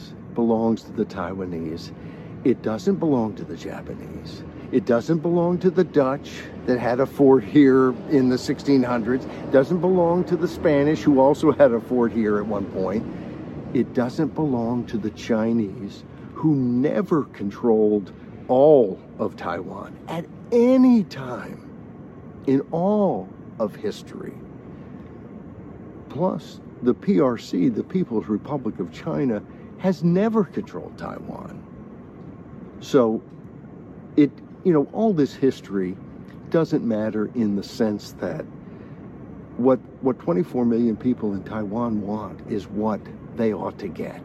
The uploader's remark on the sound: delivered from the streets of Taipei, Taiwan